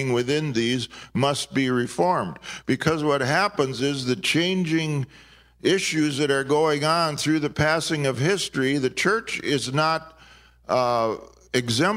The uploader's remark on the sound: This podcast was recorded in Maplewood, MN during the 2019 IAHM (International Association of Healing Ministries) at Redeeming Love Church.